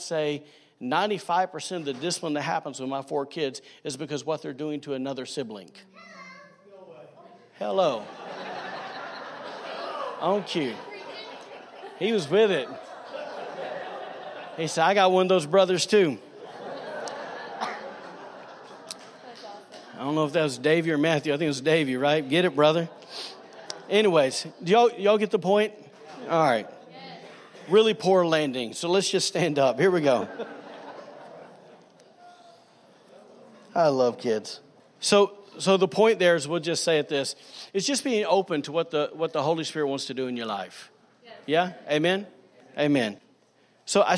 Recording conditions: large echoing room